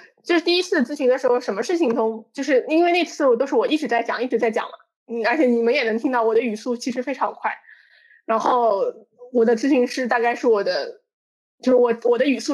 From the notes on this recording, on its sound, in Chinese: 本次播客是线上录制，音质较差，敬请谅解。